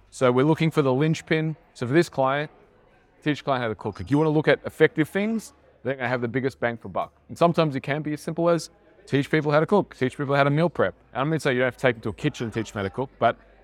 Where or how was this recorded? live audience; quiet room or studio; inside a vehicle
live audience